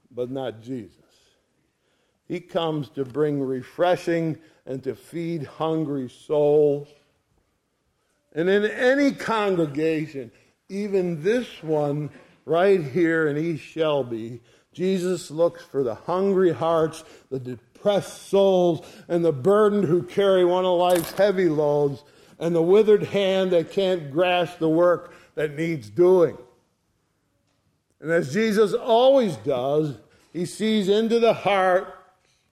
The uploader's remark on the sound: ESCBC Sunday Morning Service recorded on 02/12/2023.